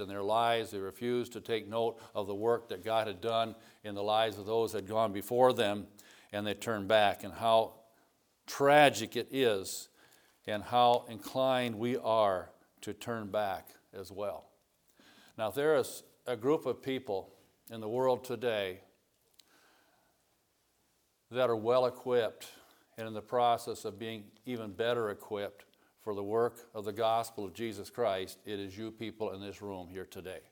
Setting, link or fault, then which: setting, large echoing room